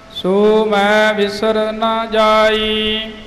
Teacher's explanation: ਸੋ ਵੱਖਰਾ ਮੈਂ ਵੱਖਰਾ, ਸੋ ਮੈਂ ਇਕੱਠਾ ਨਹੀਂ ਬੋਲਣਾ